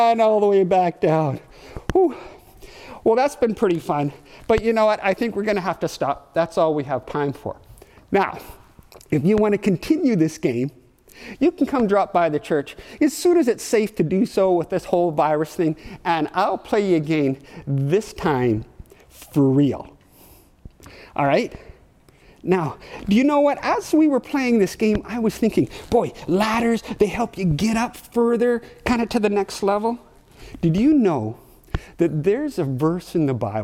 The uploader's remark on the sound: audio only recording of our service